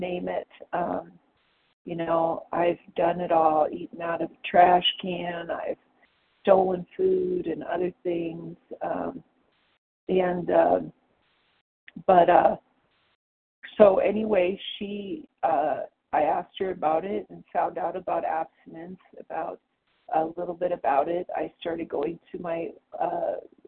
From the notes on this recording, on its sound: the 100 Pounders Phone Meeting